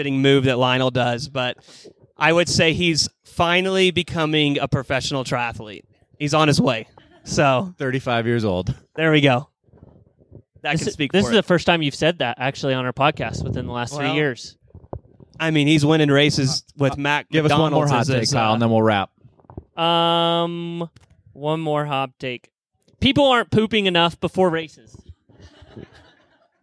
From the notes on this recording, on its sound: THE LIVE SHOW. Live from the Skratch Labs Cafe!